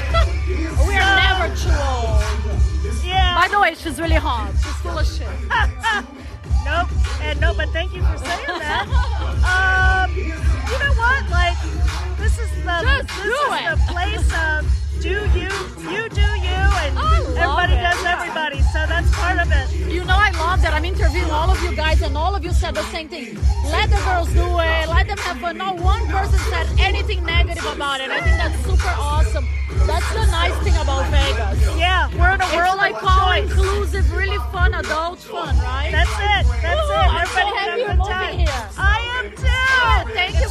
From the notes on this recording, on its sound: LIVE EPISODE FROM THE HOTTEST POOL PARTY IN VEGAS.